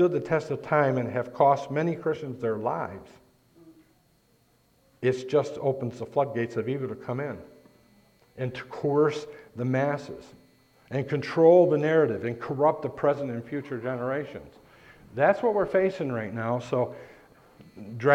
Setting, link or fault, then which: setting, large echoing room